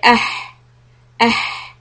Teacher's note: this ha is coming from this middle part of the throat. It is so close to the bottom part that sometimes it's very difficult for a lot of people to distinguish between the two ha sounds.